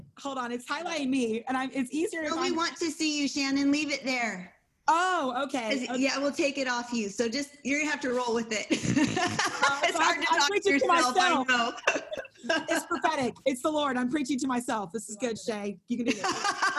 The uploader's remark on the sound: held over zoom